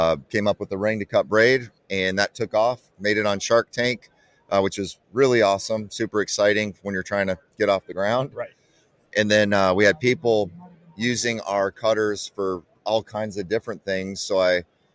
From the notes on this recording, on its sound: Live from ICast '23